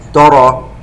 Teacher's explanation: ننتبه إلى ترقيق التاء، فهي من أحرف الاستفال، ولا نتبعها للراء التي بعدها المفخمة